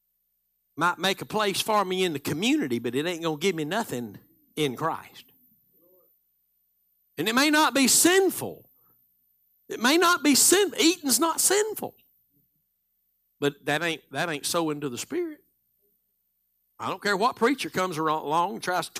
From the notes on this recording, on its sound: Live Sunday Morning Service